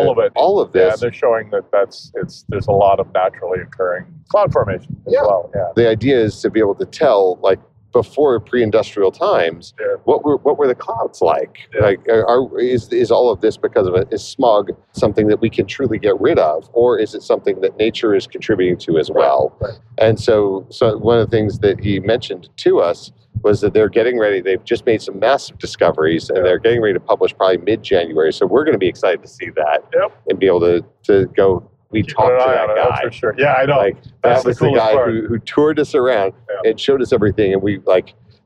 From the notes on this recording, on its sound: recorded on December 3rd, 2023 live from the Autobahn